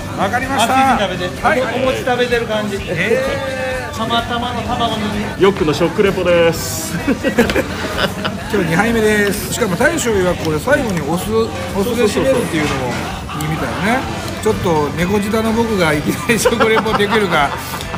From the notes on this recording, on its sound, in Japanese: 香川・高松のさぬきうどん屋「ひさ枝」に呼び出して、前代未聞のうどん屋での収録。